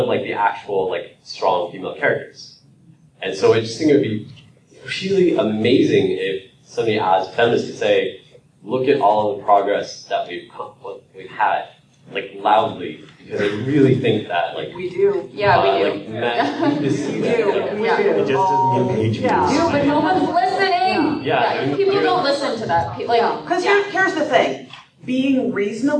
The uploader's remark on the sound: The F-Word panel at PAX Prime 2014.